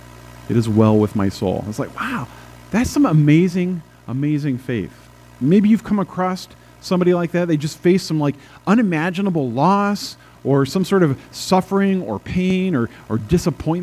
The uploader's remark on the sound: at First Presbyterian Church in Pine City, Minnesota, on April 24, 2022